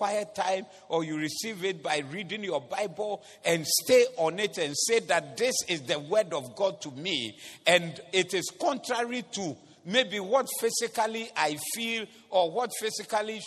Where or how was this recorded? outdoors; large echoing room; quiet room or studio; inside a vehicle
large echoing room